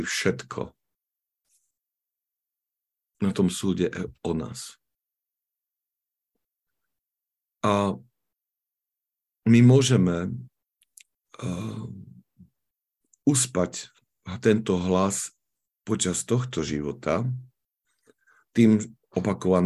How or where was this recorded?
video call